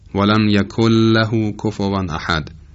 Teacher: تمامی صدا در هنگام عمل ادغام از دهان خارج میشه و حفره بینی نقشی در تلفظ این دو حرف مشدد یعنی ر و لام نداره